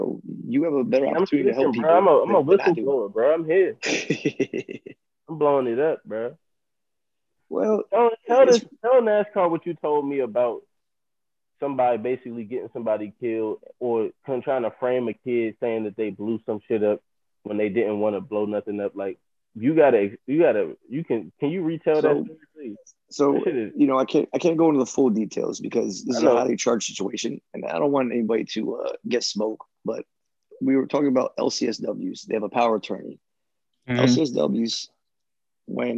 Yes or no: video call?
yes